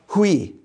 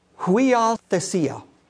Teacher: it has this three-vowel diphthong right at the beginning of it